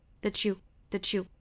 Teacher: that 尾部 t 跟后面这个 you 的 ye 连读同化